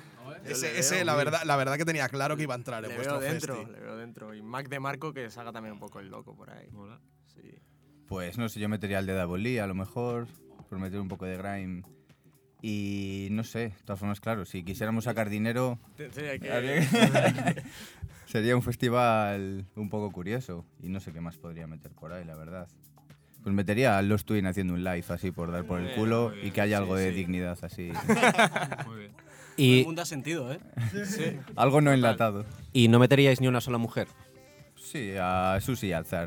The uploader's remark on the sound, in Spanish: Fue la jornada inaugural del Festival Cara·B de Barcelona. Se va hasta la Fàbrica de Creació Fabra i Coats para emitir en directo su nuevo episodio. Incluye temas en directo.